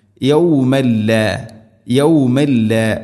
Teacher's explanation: വത്തഖു യൗമൻ ലാ, യൗമൻ, തൻവീൻ, ശേഷം ലാം, ഇദ്ഗാം ബിലാ ഗുന്ന. യൗമൻ ലാ, യൗമൻ ലാ, യൗമൻ ലാ എന്നല്ല പറയേണ്ടത്, യൗമൻ ലാ.